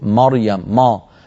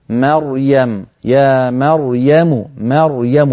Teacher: الميم في كلمة مريم جاورت راء مفخمة، فإذا ما انتبه الإنسان ممكن الميم تتأثر في الراء بعدها فتخرج مريم ما، والعرب لا تقول ما، العرب تقول ما ما، مريم يا مريم مريم، فيرققون الميم ويفخمون الراء · Shown in: second take